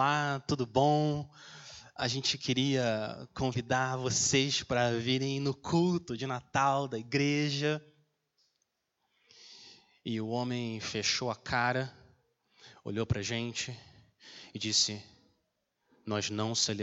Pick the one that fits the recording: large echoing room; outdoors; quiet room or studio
large echoing room